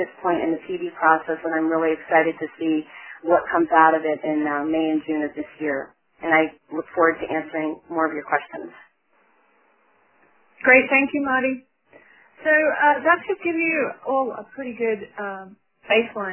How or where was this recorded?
phone line